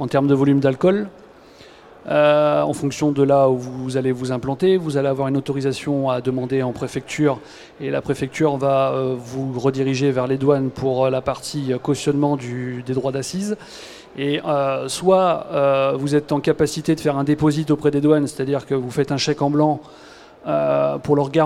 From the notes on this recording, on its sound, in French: Conférence donnée au salon BRADIS